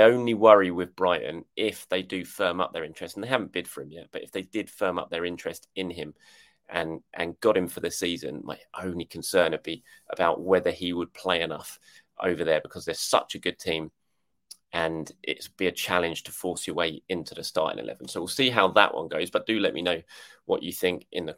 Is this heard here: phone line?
no